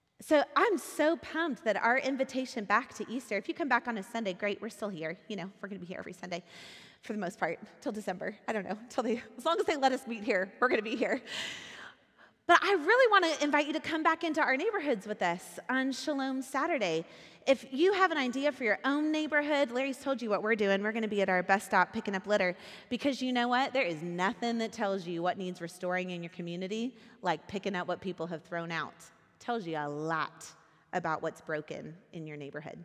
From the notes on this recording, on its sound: Recorded at our Sunday gathering on April 9th, 2023 in Port Orchard WA.